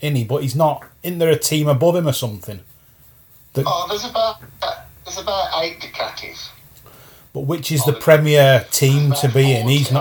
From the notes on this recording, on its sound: audio was a bit rough on this one as we recorded our phone conversation